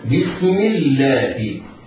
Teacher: بسم، كل هذه الكلمة حروفها مرققة، ولفظ الجلالة لامها مرققة لوقوعها بعد كسرة منفصلة عنها في كلمة أخرى